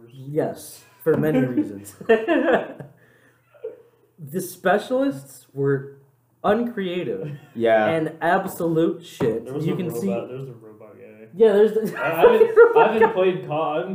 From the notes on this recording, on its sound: Please excuse the microphone quality, we will be switching to studio mics soon.